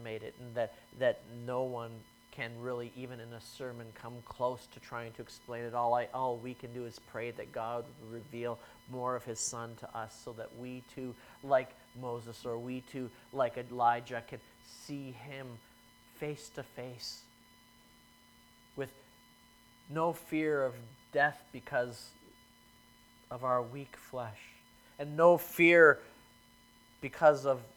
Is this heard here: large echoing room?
yes